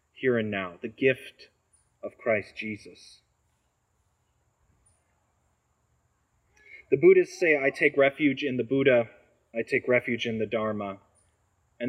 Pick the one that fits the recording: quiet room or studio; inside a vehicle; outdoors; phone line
outdoors